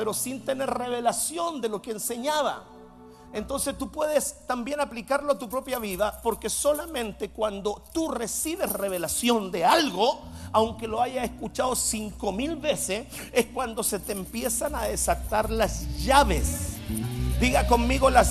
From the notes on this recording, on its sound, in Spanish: Mensaje Grabado en Vivo